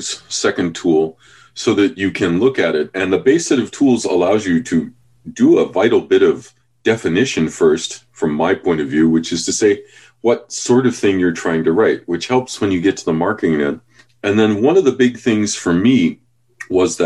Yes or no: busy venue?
no